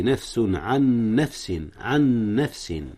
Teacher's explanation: إدغام متماثلين يا أستاذنا هنا، أدغم نون عن في نون نفس عن نفس. لا تجزي نفس عن نفس شيئا، هنا إخفاء، أخفي التنوين من نفس قبل ماذا؟